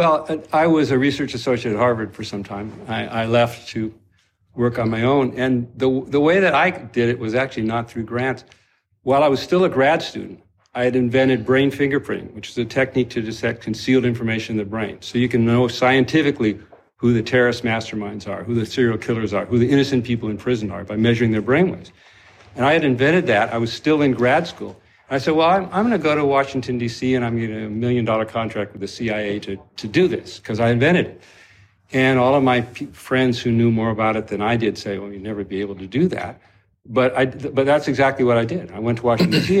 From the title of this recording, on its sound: Live From Nashville TN